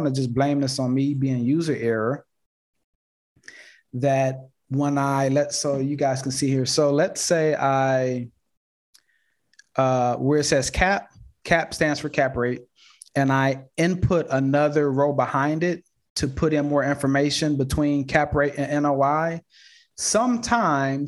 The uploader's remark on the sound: Investors Gallery is a live call open to the public. Investors Gallery is recorded and filmed in the Art Gallery built in the home of the Principle of Dimensional Capital Partners. Through this live zoom conference.